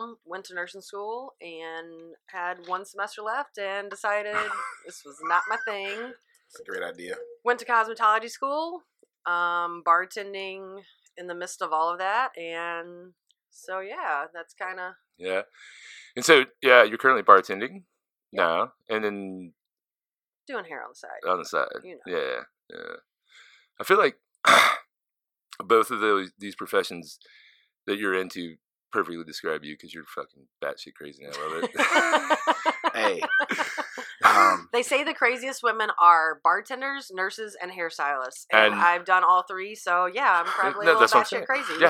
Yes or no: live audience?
no